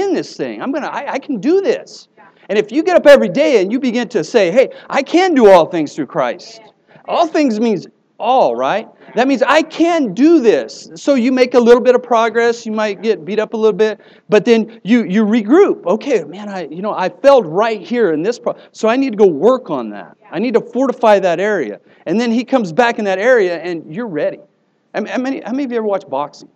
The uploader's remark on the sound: Here is an older message I preached at a church service on Praise.